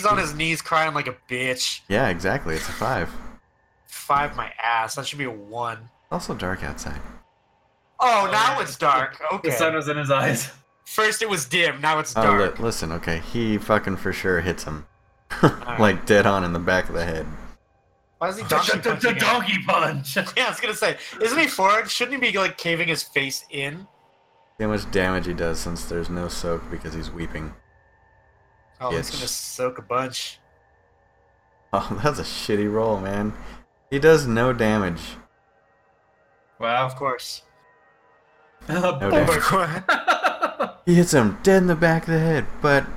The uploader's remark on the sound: This episode was cut short due to technical difficulties.